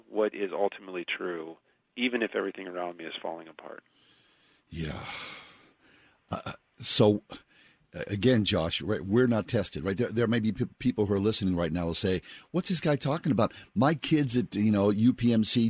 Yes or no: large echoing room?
no